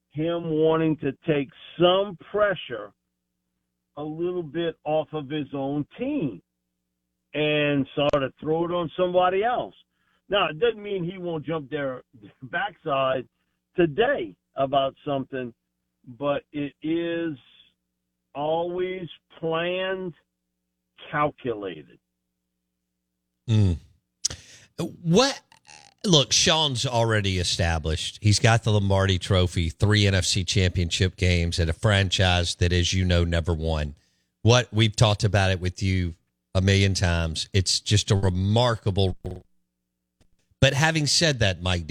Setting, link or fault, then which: link, phone line